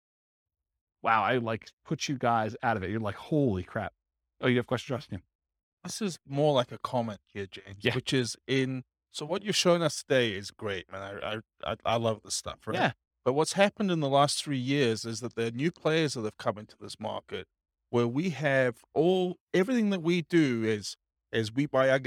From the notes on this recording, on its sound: This was a live class recorded